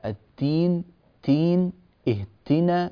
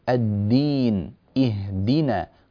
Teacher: بالنسبة لحرف الدال في كلمة الدين وكلمة اهدنا، طالع معاه قريب من التاء · Shown in: second take · التين تين، اهتنا بهذه الطريقة لا يصلح.